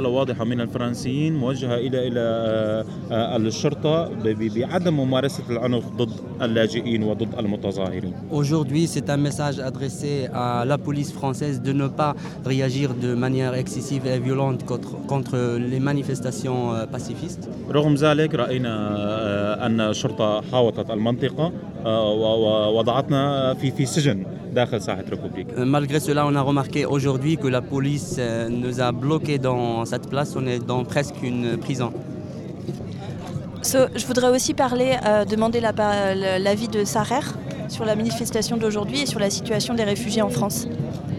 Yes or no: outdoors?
yes